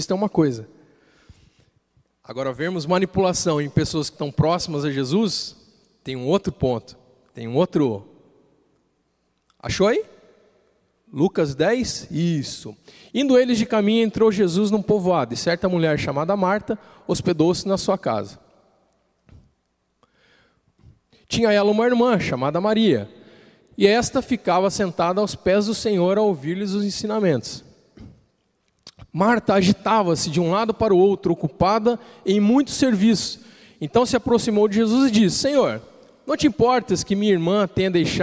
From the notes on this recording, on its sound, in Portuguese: Culto Terça Vida, dia 16/06/2020 na Igreja ABA Blumenau (Transmitido ao vivo)